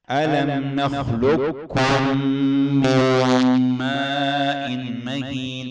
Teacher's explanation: نخلقكم، القاف دغمت في الكاف